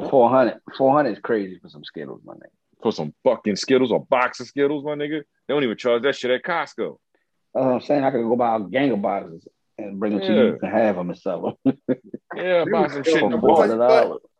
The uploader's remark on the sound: Due to some technical difficulties, we recorded virtually this week.